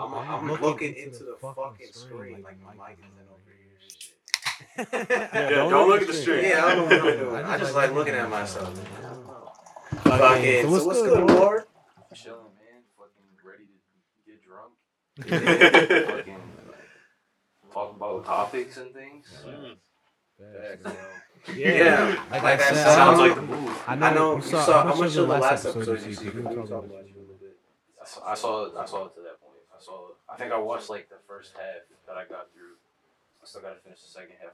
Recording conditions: poor sound quality